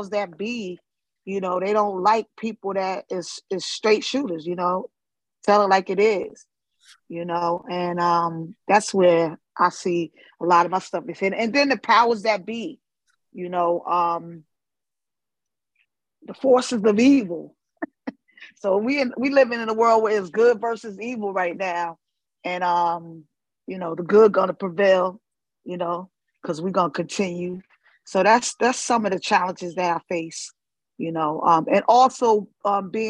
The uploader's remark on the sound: The audio version of Shelterforce's webinar